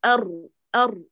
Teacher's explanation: لم أعاملها معاملة الشديدة المحصرمة ولم أجريها كما لو كانت رخوة، هي طبيعة المخرج تحتم عليه ذلك، لذلك قلت لك بداية أضبط المخرج وبعدين لم أقل أر ما أخرجت هواء، أيوة ليست مهموسة بل هي مجهورة أرض أرض.